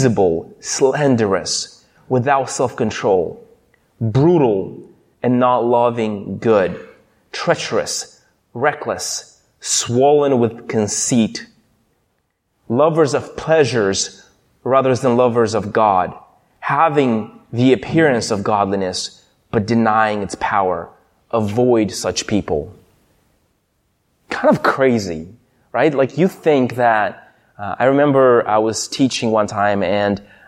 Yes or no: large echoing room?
yes